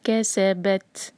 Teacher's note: با کو جب تا سے جوڑیں گے تو تھوڑی ہوا کے ساتھ پڑھیں گے